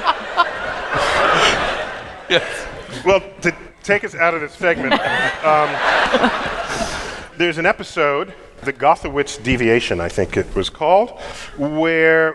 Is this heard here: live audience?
yes